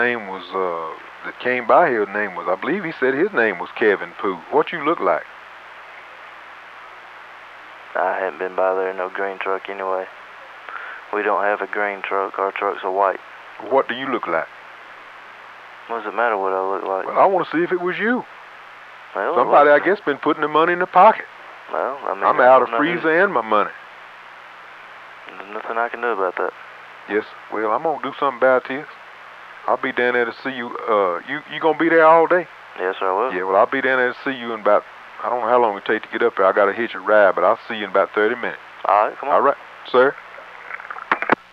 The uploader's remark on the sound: RBCP's Personal Prank Phone Calls Collection